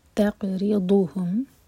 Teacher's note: light رکھیں گے تقری را باریک اس کے بعد ہے ضاد یہاں پر دال کی آواز نہ آئے ضاد ہمیشہ زبان کی سائڈ سے نکلتا ہے